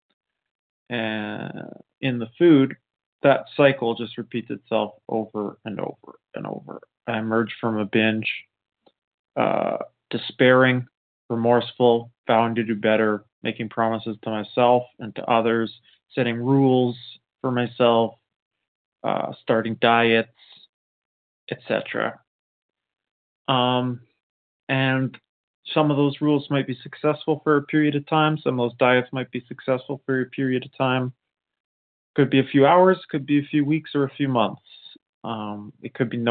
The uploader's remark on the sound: 100 Pounders Phone Meeting